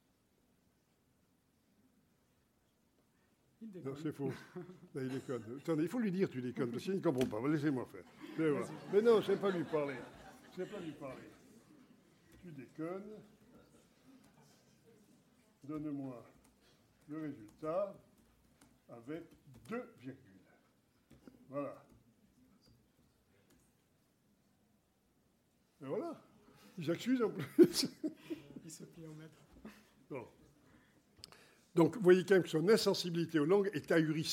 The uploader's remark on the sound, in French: Une conférence des RDV des Transformations du Droit - 7ème édition, 5 et 6 octobre 2023.